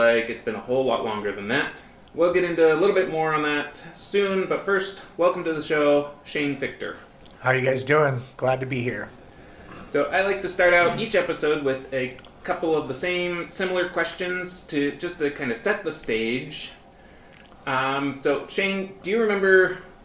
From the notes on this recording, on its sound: Sorry about the audio on this one, something was funky with my microphone/recording software